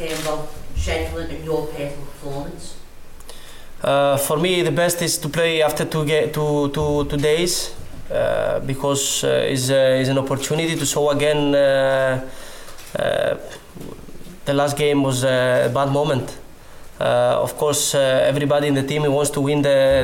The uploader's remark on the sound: Pre-Match Press Conference